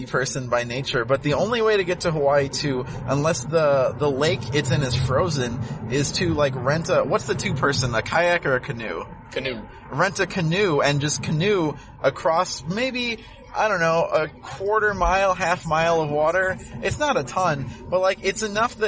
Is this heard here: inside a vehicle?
yes